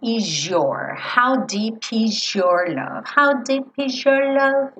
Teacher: esse S acabe ganhando um som de J. E aí você tem is your.